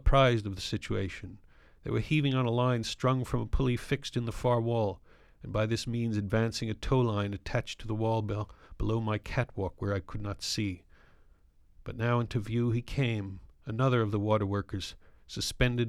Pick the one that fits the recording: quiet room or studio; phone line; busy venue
quiet room or studio